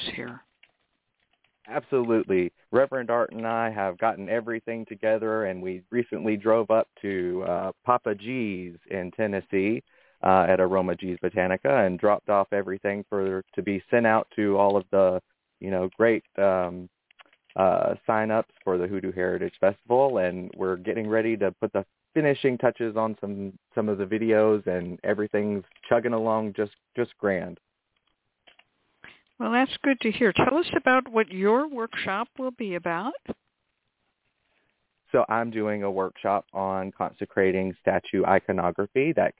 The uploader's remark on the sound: Is a real, live call-in show where the general public gets a chance to ask about actual problems.